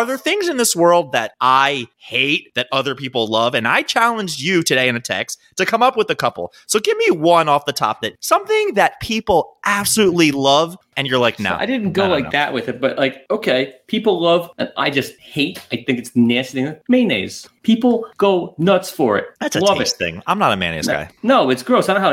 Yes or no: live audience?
no